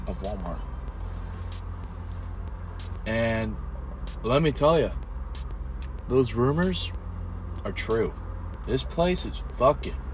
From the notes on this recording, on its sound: I sit in my car on my lunch break and eat my lunch